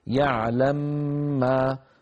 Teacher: التقى ميمان متحركتان، أبو عمرو يدغم الأولى يسكن الأولى ويدغمها في الثانية فيصير النطق يعلم ما، تقرأ بعد الإدغام من غير إشمام يعلم ما.